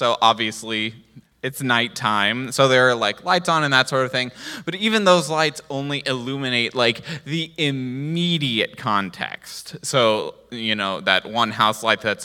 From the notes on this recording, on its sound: recorded live on February 26th at Newark United Pentecostal Church